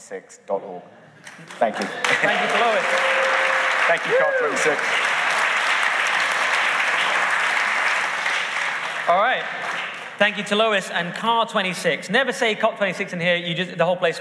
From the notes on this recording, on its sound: Live from the Emmanuel Centre in London! The event was sold out, and the feedback was amazing. Massive thanks to everyone who came along.